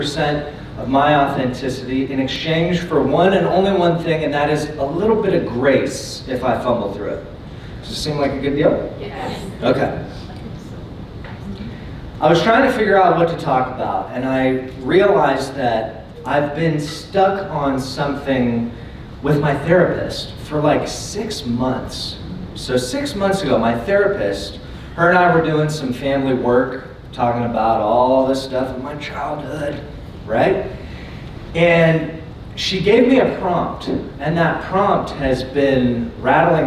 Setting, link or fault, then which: setting, live audience